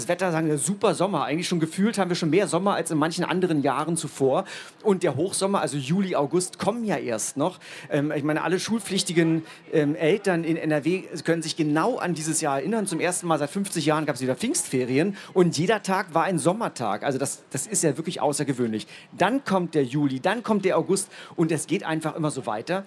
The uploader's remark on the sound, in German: Diese Aufzeichnung stammt vom 01.09.2018 auf der Hauptbühne beim Campfire-Festival in Düsseldorf.